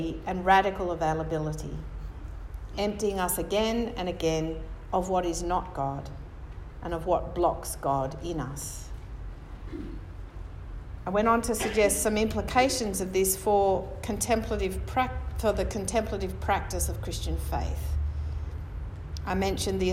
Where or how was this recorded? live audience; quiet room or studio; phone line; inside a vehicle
live audience